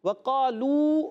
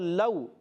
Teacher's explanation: واو مدہ کو ایک الف کھینچنا ہوتا ہے، اور واو لین کو بغیر کھینچے بغیر جھٹکا دیا نرمی سے ادا کرنا ہوتا ہے